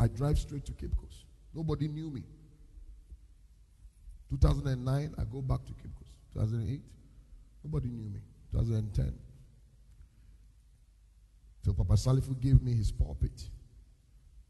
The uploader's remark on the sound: Preached at the Destiny Empowerment Chapel International.